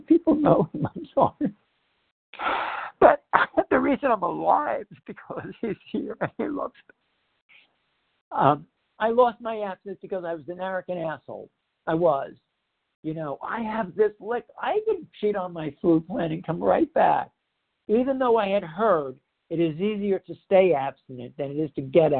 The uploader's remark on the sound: the 100 Pounders Phone Meeting on 10/9/20